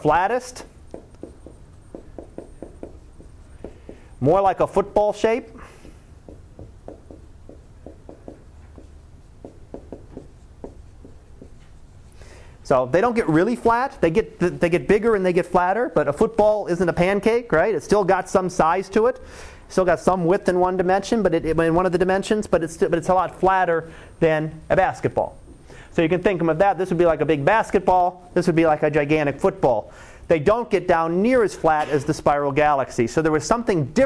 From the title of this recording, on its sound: Live Class Lecture 2013 Nov 15